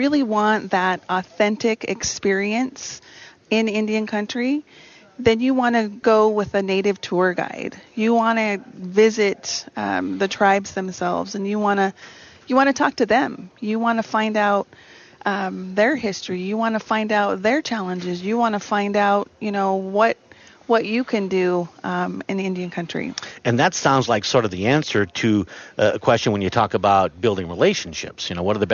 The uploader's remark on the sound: Live From the Governor’s Conference On Tourism & Recreation